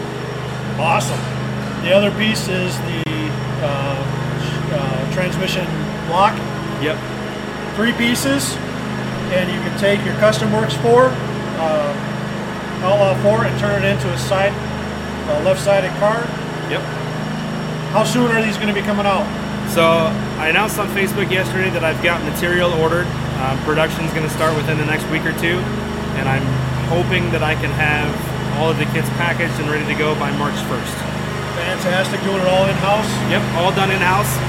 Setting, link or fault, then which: fault, sounds in the background